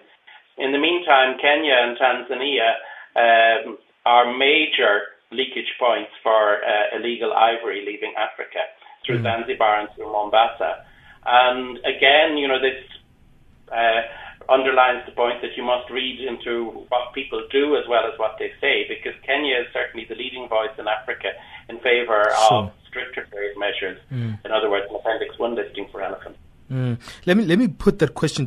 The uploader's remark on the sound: we are now joined on the line